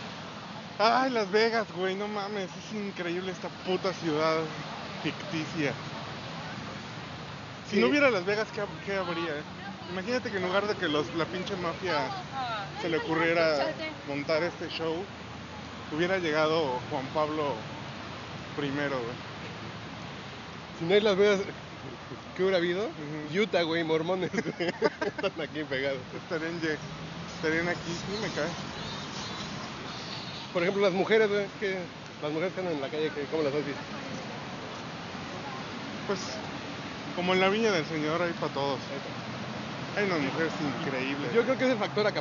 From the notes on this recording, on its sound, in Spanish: Desde el Strip de Las Vegas. Ahora vamos a la vez cuando estuvimos en Las Vegas.